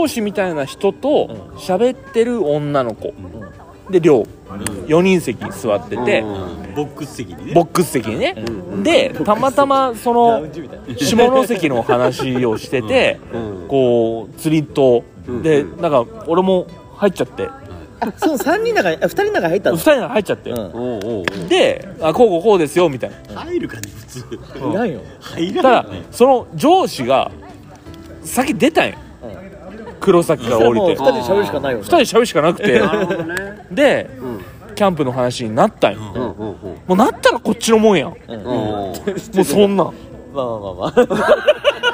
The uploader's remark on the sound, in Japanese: 焚き火を囲みながらの収録です。いいかねPalette（福岡）。9/30金曜日のPodcast焚き火フェス前夜祭として。